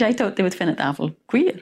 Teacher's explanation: Did you hear how she pronounced her TH sounds? This is very distinctive in this area, replacing the with a d or a t.